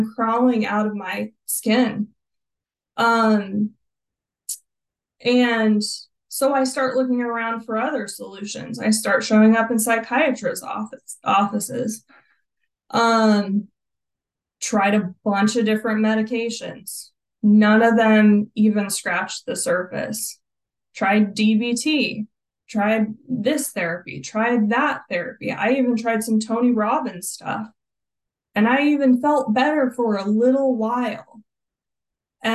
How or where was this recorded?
video call